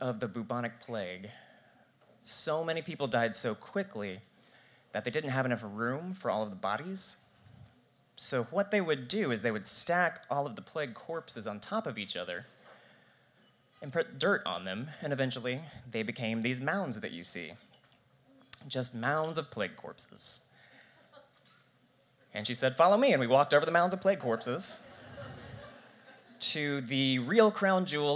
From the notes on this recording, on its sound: This October The Yarn gathered some of the spookiest stories from central Arkansas storytellers and they performed them live from the South on Main Stage.